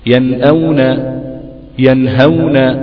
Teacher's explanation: نون مظهرة وبعدها الهاء، نون مظهرة بعدها همزة